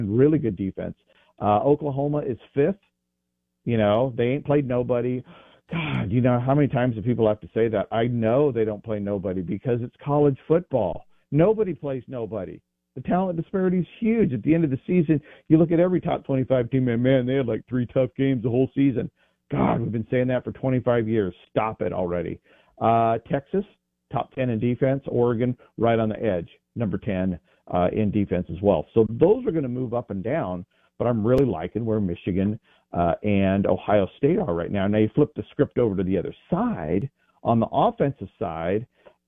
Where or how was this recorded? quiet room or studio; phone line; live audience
phone line